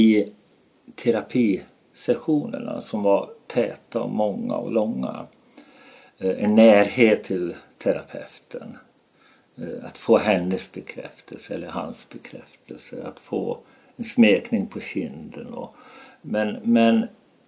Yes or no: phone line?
no